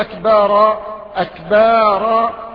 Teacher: ونص القرافي في الذخيرة: أغاليط المؤذنين في مواضع من الأذان، أحدها الله أكبر، يمدون بعد الباء فيصير أكبار أكبار بمد الباء